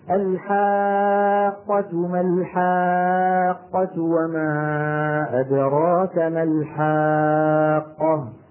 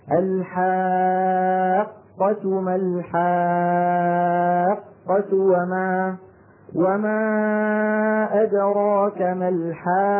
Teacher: قاف مشددة يعني قاف ساكنة تخرج بالتصادم وقاف أخرى متحركة مفتوحة تخرج بالتباعد · Shown in: second take · إذا ما وضحت التصادم عند نطق القاف الساكنة لا يكاد يسمعها السامع.